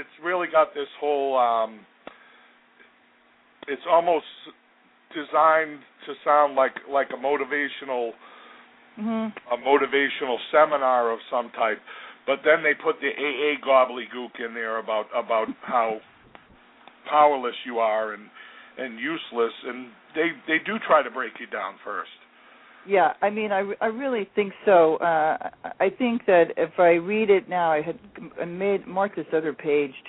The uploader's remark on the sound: called in!